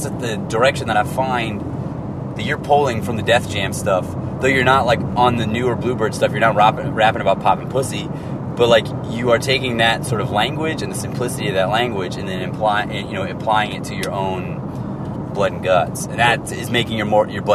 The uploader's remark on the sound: While on tour together in Florida, the three rappers take some time out of a drive.